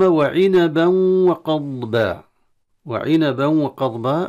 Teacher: التنوين في عنبا أدغم في الواو، والتنوين لما يدغم في الواو فلا بد من الغنة، فالإدغام وقع في الواو من التنوين إلى الواو. · Term: إدغام ناقص